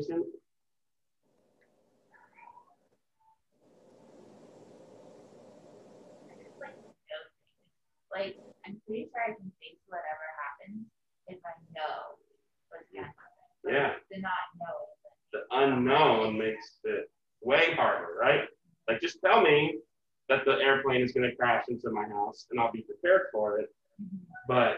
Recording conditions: poor sound quality